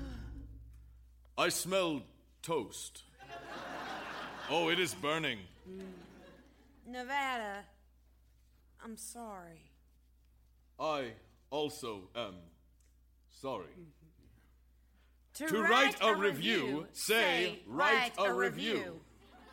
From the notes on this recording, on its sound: Recorded Live 1/9/2011 at Largo, Los Angeles.